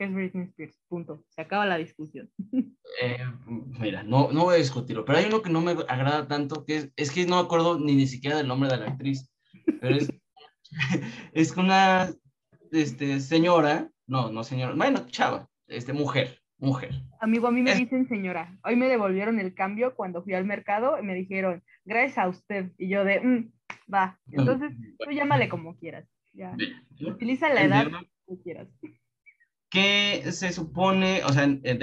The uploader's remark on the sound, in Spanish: uno de los episodios con peor calidad de audio